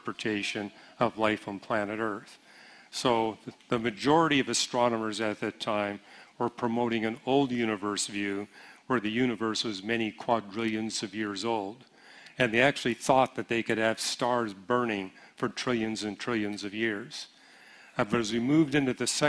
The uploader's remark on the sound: Q & A Session Pt 3 – 2023 Apologetics Conference